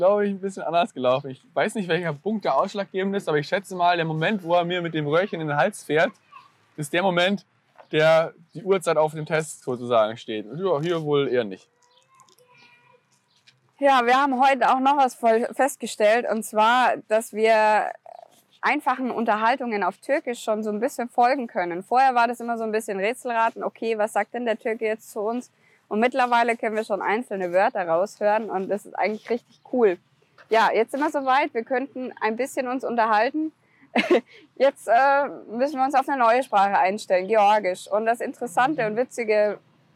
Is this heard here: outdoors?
yes